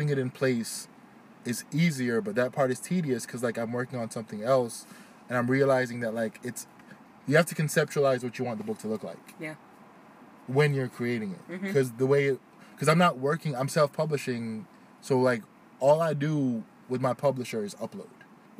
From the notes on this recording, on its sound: Fun things that happened while recording: A young woman ran up to the car and started dancing and we may or may not have heard gunshots in the background.